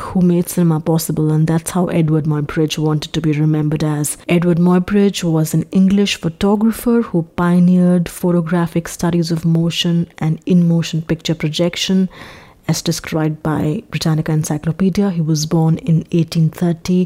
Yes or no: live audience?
no